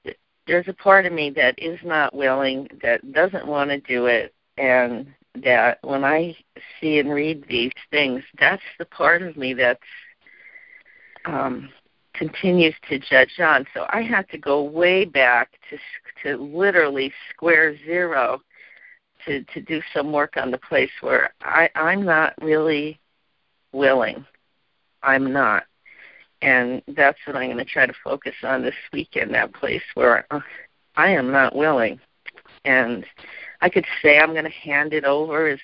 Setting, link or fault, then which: link, phone line